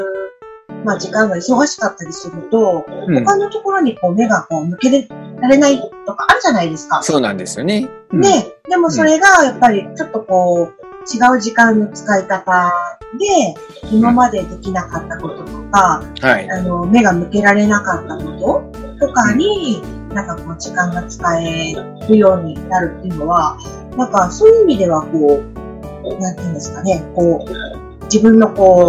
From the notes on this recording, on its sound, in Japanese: 初のzoom収録に挑戦！なので今回はお互いの自宅からパソコンを使ったリモート収録に初挑戦！